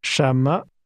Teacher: The tone first rises, then falls.